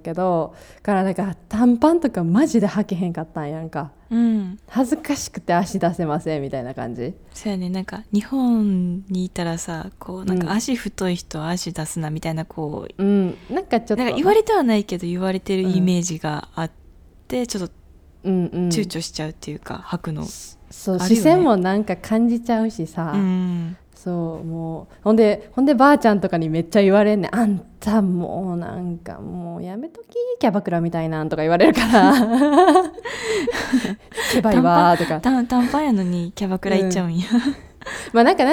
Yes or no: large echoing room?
no